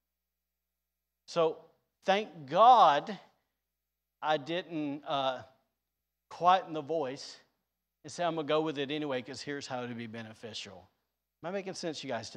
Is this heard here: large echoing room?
yes